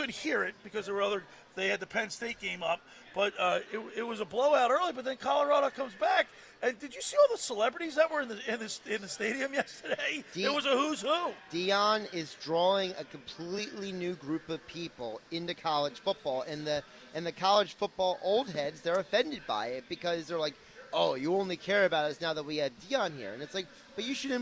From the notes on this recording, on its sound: Live at The Caesars Sports Book inside the Tropicana in Atlantic City.